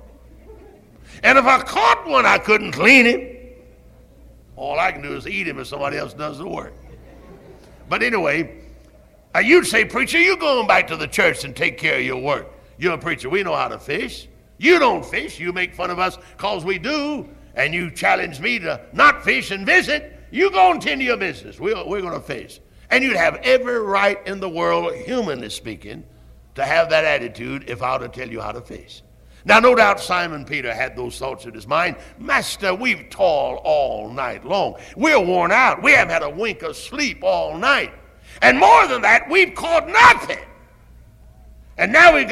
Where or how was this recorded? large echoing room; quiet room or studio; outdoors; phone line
large echoing room